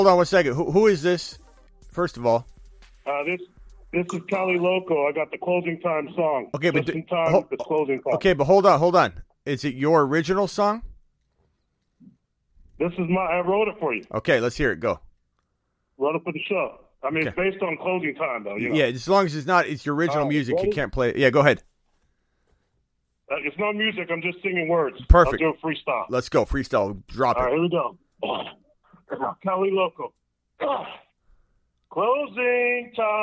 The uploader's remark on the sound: phone calls for roughly 2 hours